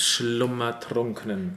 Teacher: the U sound before the double M and the U sound before the NKN, they are the same.